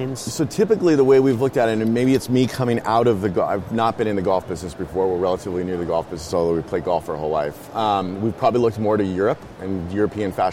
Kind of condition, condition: setting, busy venue